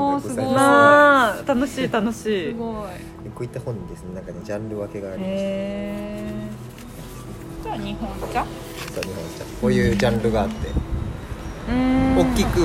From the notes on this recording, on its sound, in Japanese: ひさしぶりのお出かけ収録！From Radiotalk。